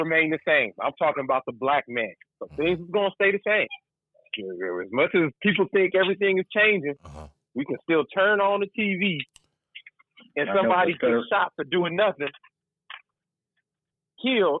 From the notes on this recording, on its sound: called into the show for this episode.